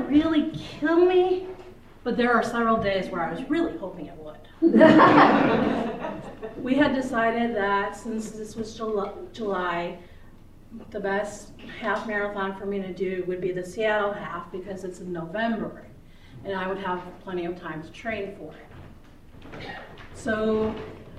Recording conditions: live audience